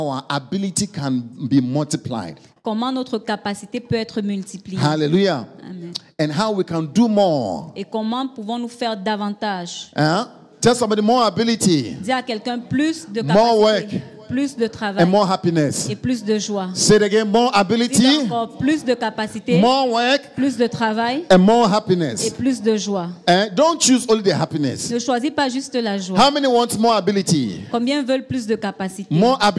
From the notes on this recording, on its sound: Preached during Joyful Hour Sunday Service Rabat